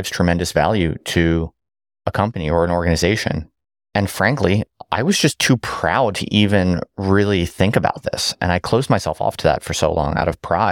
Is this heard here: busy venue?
no